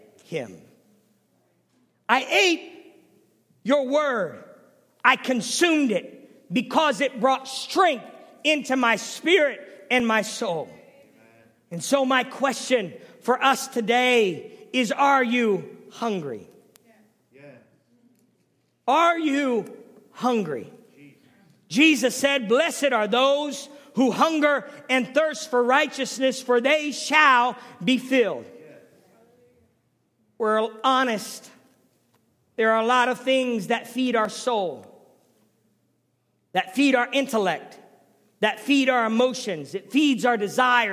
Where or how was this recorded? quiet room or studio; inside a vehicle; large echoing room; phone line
large echoing room